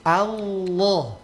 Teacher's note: Saat menyebut Allah, Allah, jangan, sekali lagi, jangan bulatkan bibir